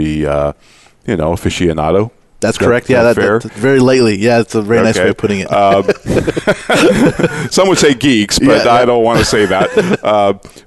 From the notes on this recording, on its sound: At the 2016 IPBC Ignite Confrence. Live Broadcast at the The IPBC IGNITE Conference.